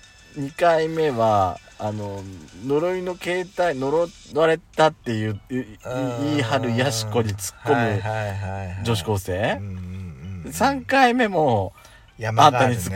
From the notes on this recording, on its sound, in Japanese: 2人組。パーキング収録。